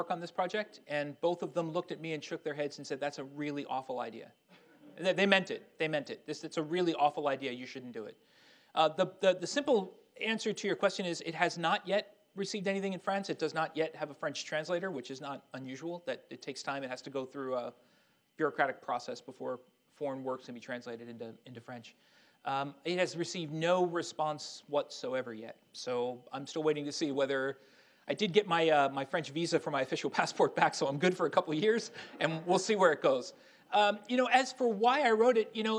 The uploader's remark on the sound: Army Heritage and Education Center in Carlisle, Pennsylvania, presented a lecture